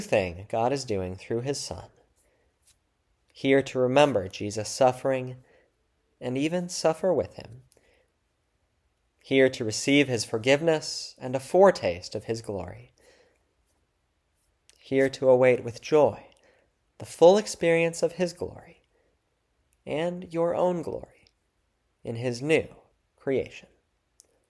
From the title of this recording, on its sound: February 11, 2024 Church Service